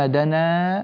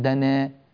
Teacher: دنا هذه الألف منقلبة عن واو فلا تمال ولا تقلل · Shown in: first take · دنا افتحها، لا تقول دنا، دنا غلط.